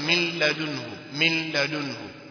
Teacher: kama vile nuni hakuna, kwa sababu idgham kamil. Na ndio maana ikiitwa kamili, kwa sababu herufi imeingia yote, hakuna ghunna, kwa sababu ghunna inaikhafifisha ile nguvu ya herufi ile kuingia.